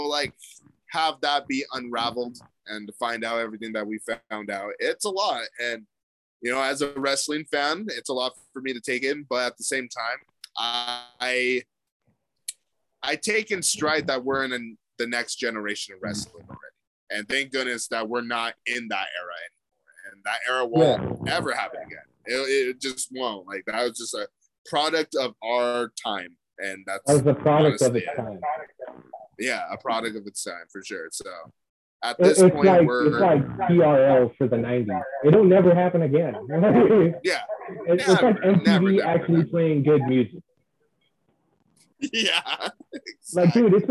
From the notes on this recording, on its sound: I Apologize for the audio in this episode